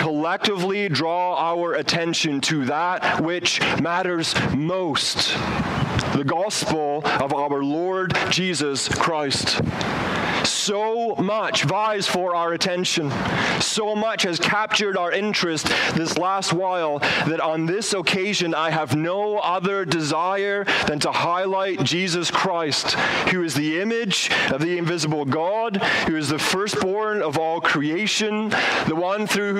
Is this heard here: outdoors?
yes